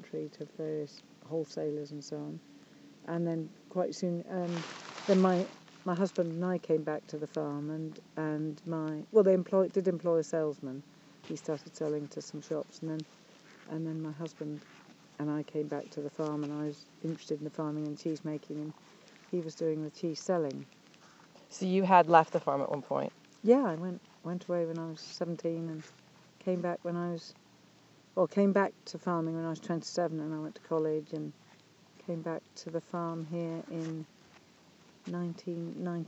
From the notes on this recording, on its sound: This week's episode was recorded in a stunning pasture